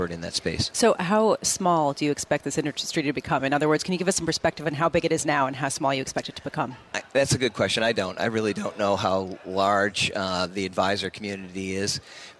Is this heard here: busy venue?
yes